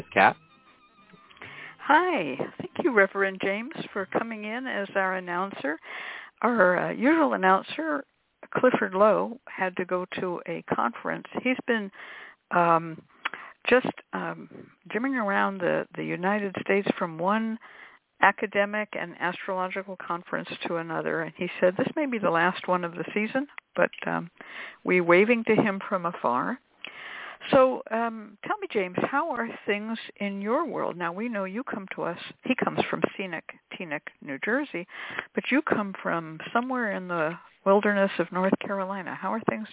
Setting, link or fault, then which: link, phone line